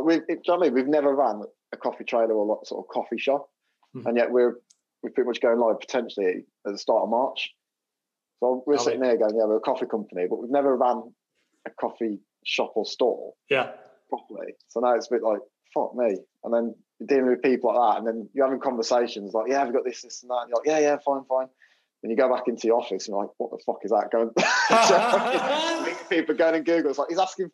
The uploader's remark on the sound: Having to have a full zoom conversation with each other whilst no other people are present.